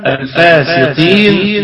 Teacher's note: حرف القاف في قلقلة نسبية وهو في أقل درجات التفخيم